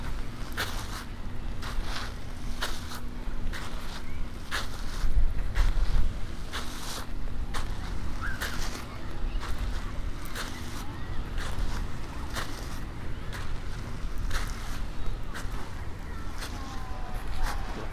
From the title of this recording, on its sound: A lazy stroll along a beach of shingle in the sunshine